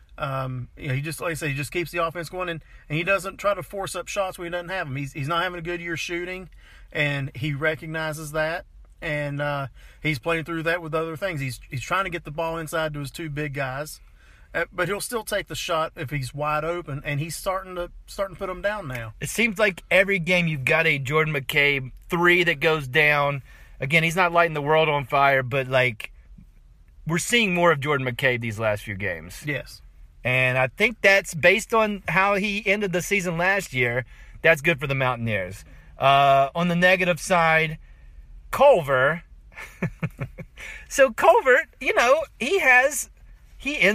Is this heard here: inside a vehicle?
yes